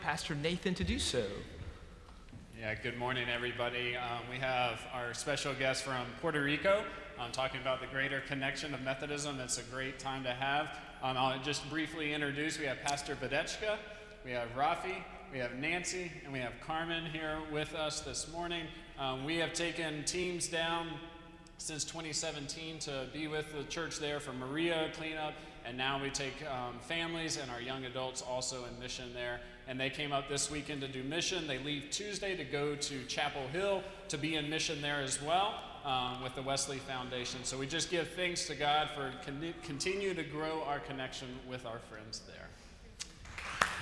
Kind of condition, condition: setting, large echoing room